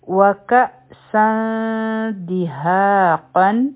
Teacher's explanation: ځکه چې د تنوین نه پس دال راشي نو هلته اخفا کیږي · Term: لایټ اخفا